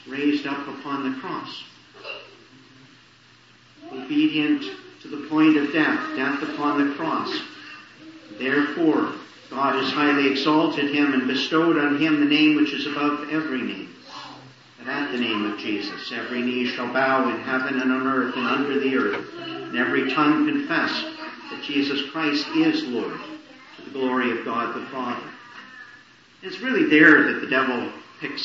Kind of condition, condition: fault, poor sound quality